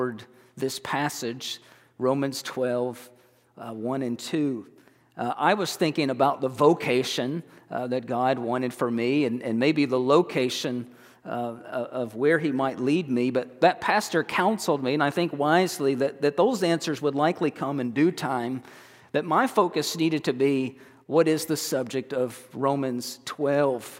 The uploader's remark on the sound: recorded on 03/19/23 at First Baptist Church in Mount Washington, KY